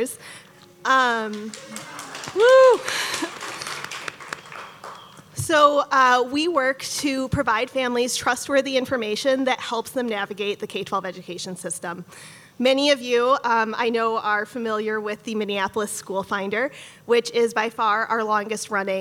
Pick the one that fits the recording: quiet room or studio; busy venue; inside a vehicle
busy venue